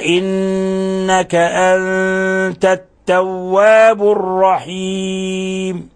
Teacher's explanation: في لفظ إنك نون مشددة فتعطى غنة مقدار حركتين، أنت نون ساكنة جاء بعدها التاء، الحكم التجويدي إخفاء حقيقي لأن التاء من حروف الإخفاء الحقيقي.